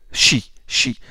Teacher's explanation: La partie médiane euh, de la langue, elle s'approche du palais sans le toucher. Hein. Il y a certes resserrement du chedal expiratoire, mais sans fermeture complète. · Term: fricative